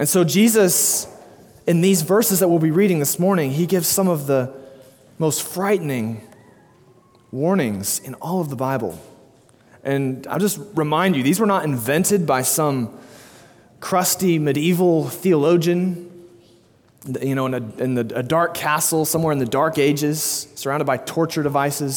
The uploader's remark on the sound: delivered 6/12/2022 at Immanuel Baptist Church, Springdale, AR